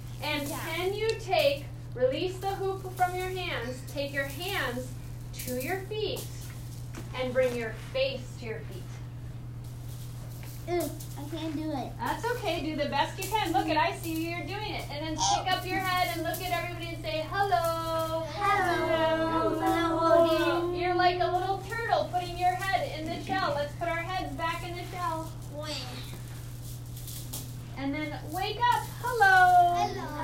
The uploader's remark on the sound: This is a live recording from a children’s The Adventures of Super Stretch kid’s yoga class ages 7yrs to 9yrs